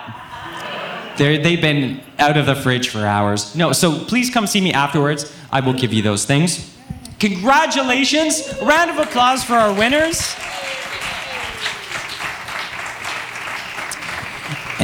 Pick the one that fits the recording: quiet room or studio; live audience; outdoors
live audience